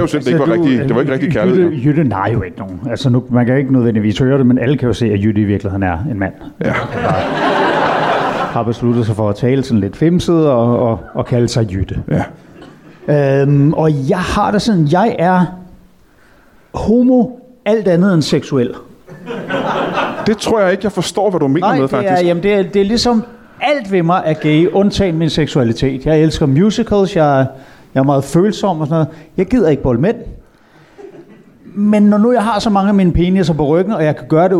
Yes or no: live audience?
yes